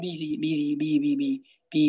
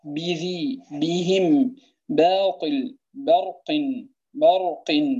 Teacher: واحرص على الشدة والجهر الذي فيها، أي احرص على الشدة في الباء والجهر، فإن الباء حرف شديد مجهور · Shown in: second take